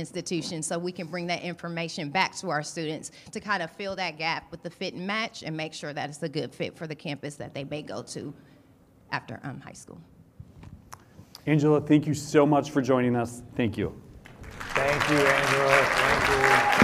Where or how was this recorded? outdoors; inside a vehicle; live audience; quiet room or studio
live audience